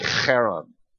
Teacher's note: Probably closer to the name of the town would be Haran. It's got that hard, guttural H.